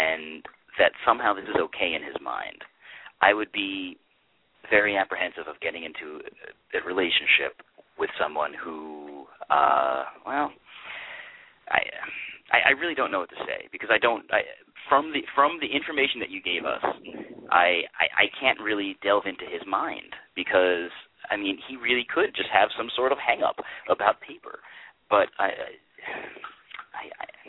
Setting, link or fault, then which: link, phone line